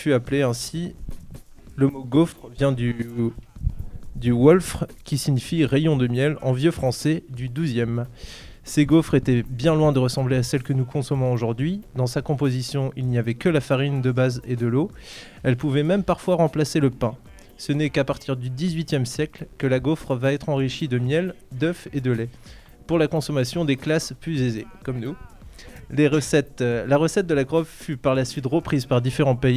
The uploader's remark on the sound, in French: Emission en direct de Maja café-Brocante